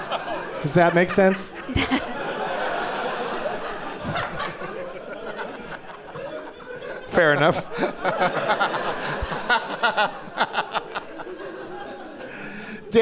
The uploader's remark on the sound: Live from San Francisco Sketchfest